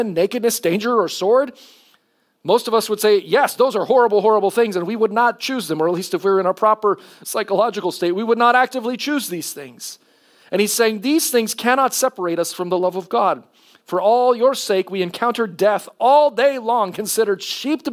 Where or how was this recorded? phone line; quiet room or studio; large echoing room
large echoing room